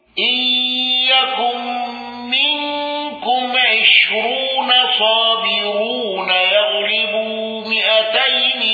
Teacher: الأزرق على الوجه السابق بترقيق راء عشرون.